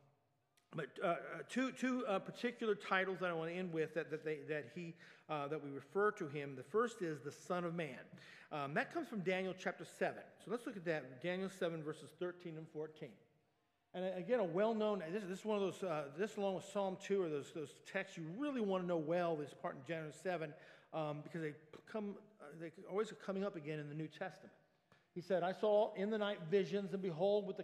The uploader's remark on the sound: Sunday Worship Service - Live stream.